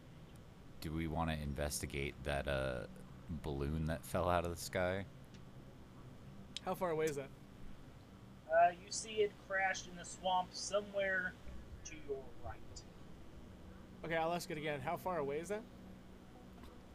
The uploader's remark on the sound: Apologies for the audio quality this episode! There were some recording issues as it turns out.